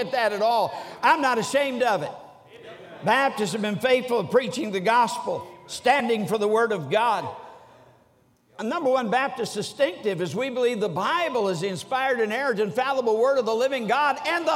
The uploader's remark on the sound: During the Monday Evening service of the 47th Annual Stewardship and Missions Conference on October 16, 2023, at North Valley Baptist Church in Santa Clara, California.